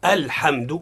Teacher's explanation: هذه همزة وصلية تثبت في الابتداء وتسقط في الدرجة في وسط الكلام، وأوتي بها للتوصل بالنطق بالساكن.